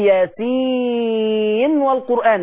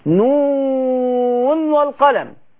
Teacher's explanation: نظهر النون وهي بتلتقي بالواو · Term: اظهار